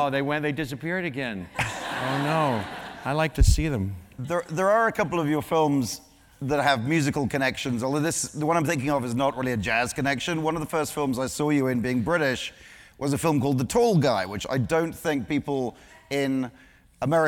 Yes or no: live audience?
yes